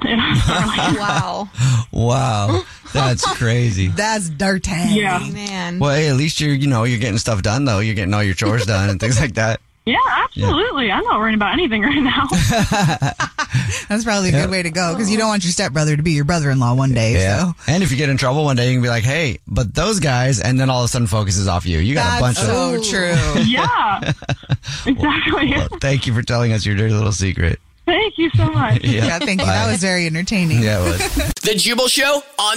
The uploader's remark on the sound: We have a listener on the phone